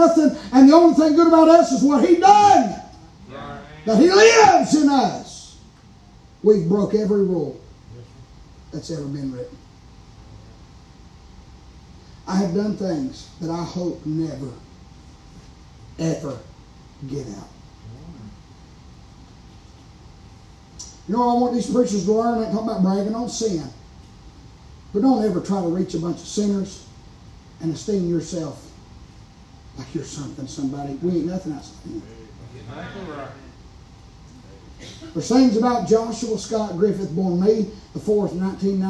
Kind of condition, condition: setting, large echoing room